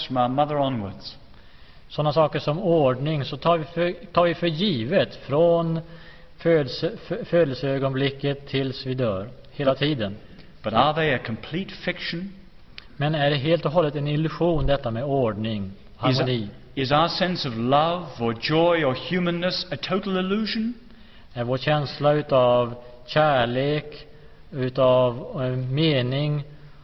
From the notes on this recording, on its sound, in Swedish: Inspelad i G&#246;tebrogs Univeritets Aula, G&#246;teborg vid en CKS-konferense i G&#246;teborg.